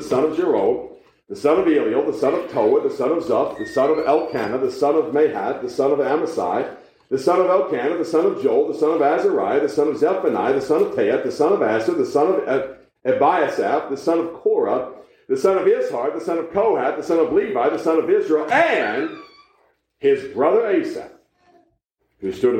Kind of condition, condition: setting, large echoing room